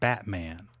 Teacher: You probably didn't hit the T when you said Batman. It's a glottal stop.